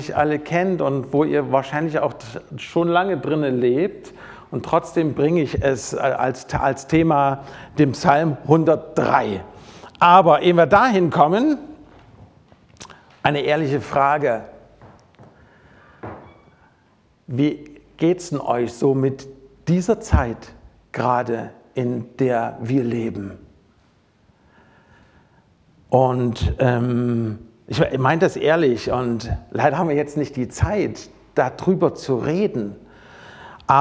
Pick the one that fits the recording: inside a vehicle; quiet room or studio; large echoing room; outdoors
large echoing room